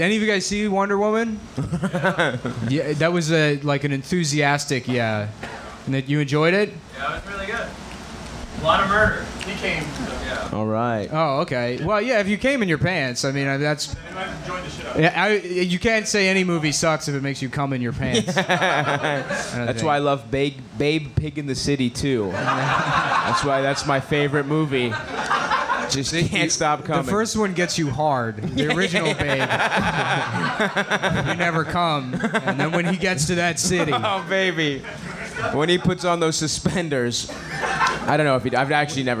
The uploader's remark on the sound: Live at Skankfest Live Show